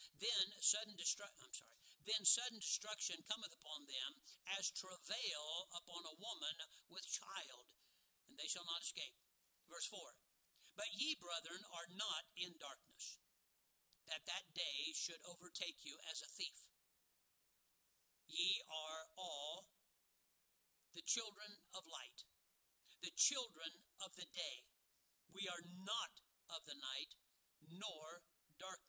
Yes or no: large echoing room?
yes